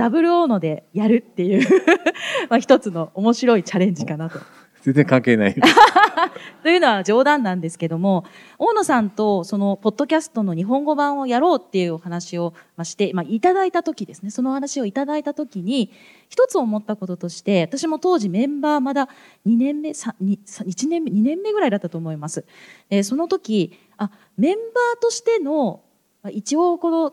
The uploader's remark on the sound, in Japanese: せっかくポッドキャストの公開収録なので。